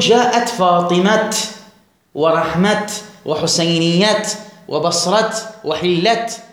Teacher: وهناك بعض من العراب من يقف على التاء لا يبدلها هاء، فيقول جاءت فاطمة ورحمة وحسينية وبصرة وحلة، وهل مجرى من باقي الأمثلة.